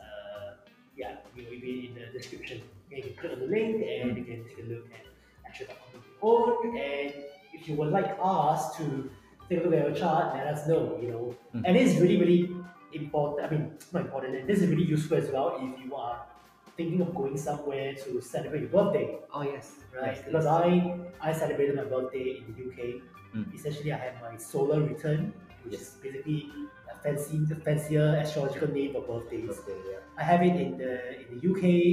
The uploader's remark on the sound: Apologies for the poor audio quality!